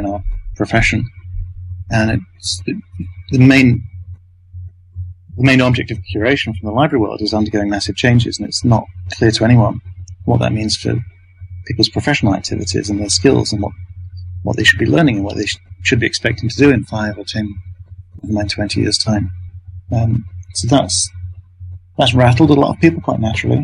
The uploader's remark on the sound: I apologize for the sound quality. I recorded it from Skype.